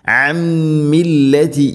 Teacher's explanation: ഐൻ അൻ സാകിന നൂന് ശേഷം മീം, ഇത് ഗാം ബിഗുന്ന അൻ മില്ലതി. മണിച്ചുകൊണ്ട് ഉച്ചരിക്കണം നൂനിനെ മീമിലേക്ക് ഇത് ഗാം ചെയ്ത്.